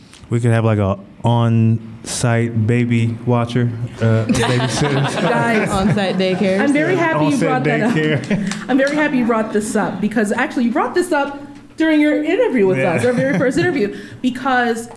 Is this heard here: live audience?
yes